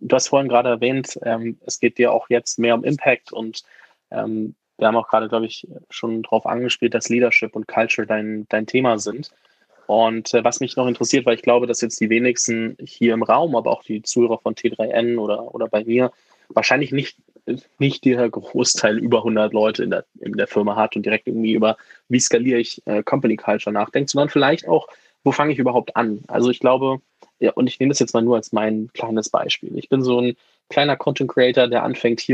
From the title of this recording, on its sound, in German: im Gespräch auf Clubhouse